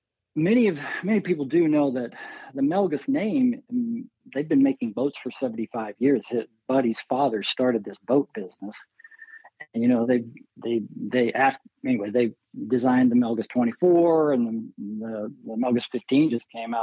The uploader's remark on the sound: Annapolis Film Festival. We had the opportunity to hop on the phone. Maryland Hall (Main).